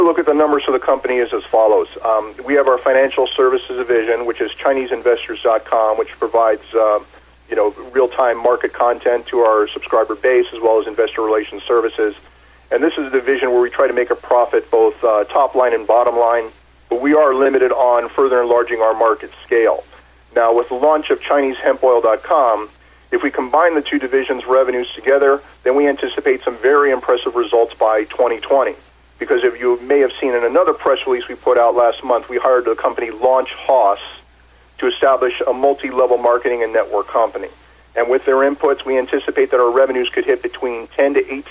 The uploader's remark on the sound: called in to SmallCapVoice